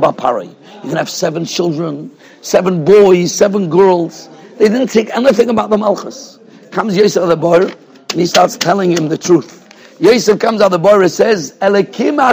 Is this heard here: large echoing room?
yes